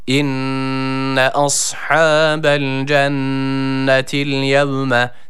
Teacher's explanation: Cennet kelimesindeki şeddeli olan nun harfini birazcık tutuyoruz. Gunneli bir harf olduğu için hemen bırakmıyoruz.